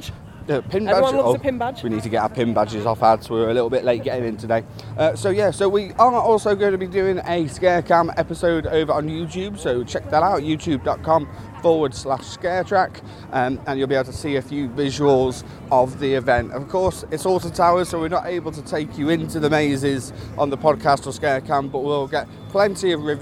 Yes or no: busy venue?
yes